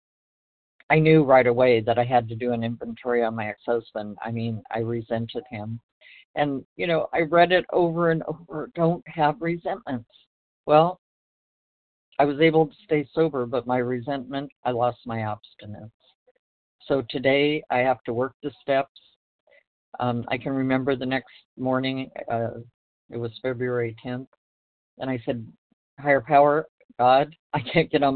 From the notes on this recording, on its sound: from the 100 Pounders Phone Meeting